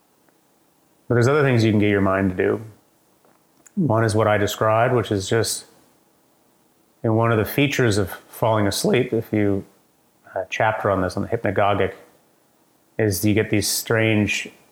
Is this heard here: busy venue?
no